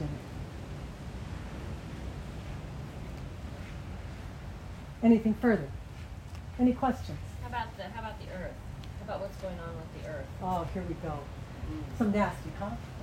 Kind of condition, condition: setting, outdoors